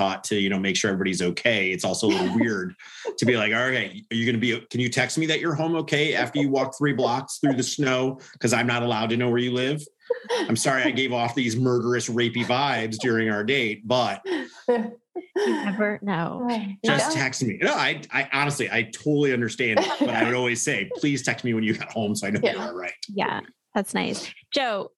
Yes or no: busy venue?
no